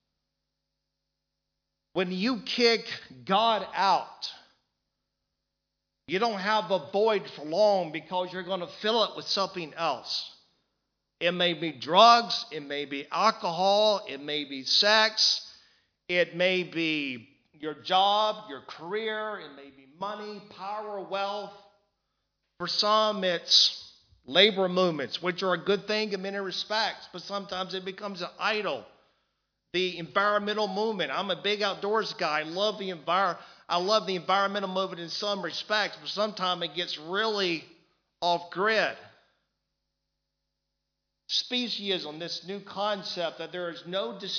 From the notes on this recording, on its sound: Recorded live in Liberty Church on 30th June 2019